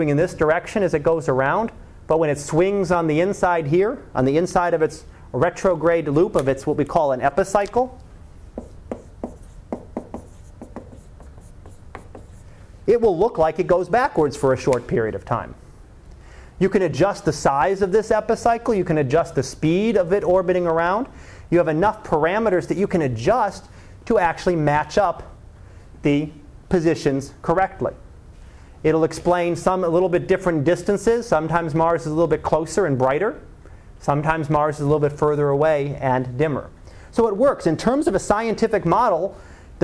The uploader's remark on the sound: Live Class Lecture